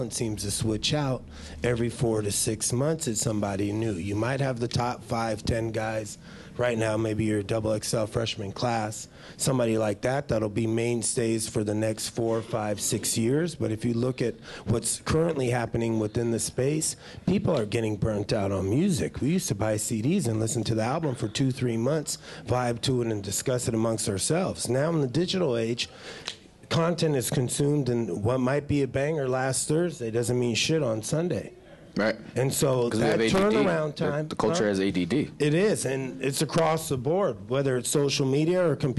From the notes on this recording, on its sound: In this episode, I'm at A3C Hip Hop Festival and conference